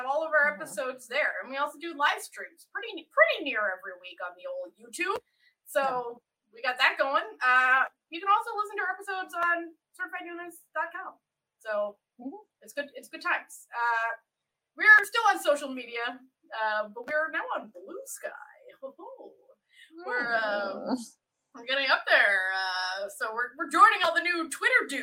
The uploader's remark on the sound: A true struggle went into the recording of this episode. Apologies for some sound issues- we had technical problems during the recording!